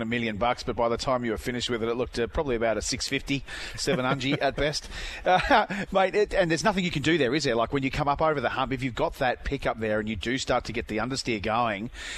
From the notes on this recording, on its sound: Before taking to the streets of the Gold Coast. Via phone.